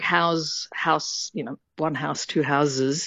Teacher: turning, an S into a Z in something like house, one house, two houses, it doesn't make sense anymore in modern English. · Term: the Z sound